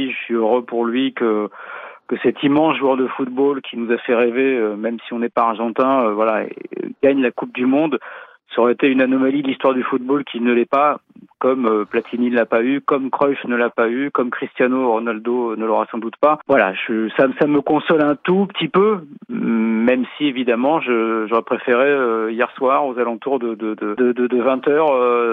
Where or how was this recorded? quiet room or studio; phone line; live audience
phone line